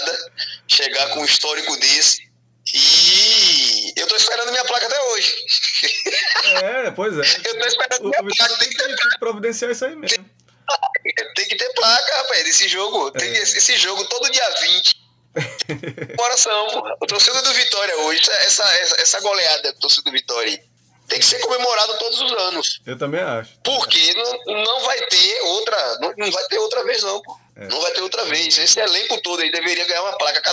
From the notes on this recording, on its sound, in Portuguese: por telefone com o ex-atacante